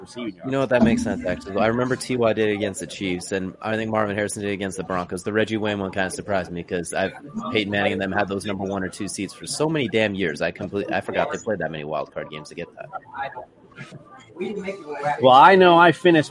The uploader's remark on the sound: Live from Duffy's Sports Bar in PSL FL